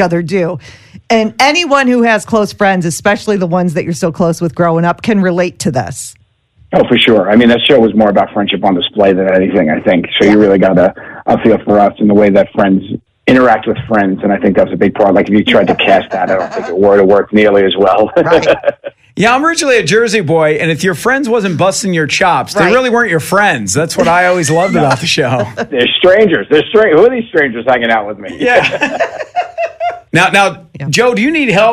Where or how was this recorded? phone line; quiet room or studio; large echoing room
phone line